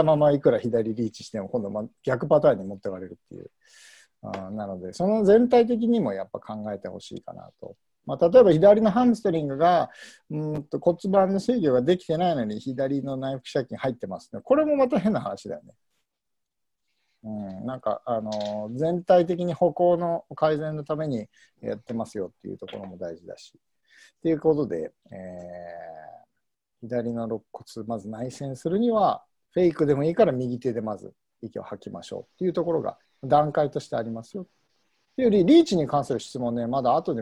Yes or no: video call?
yes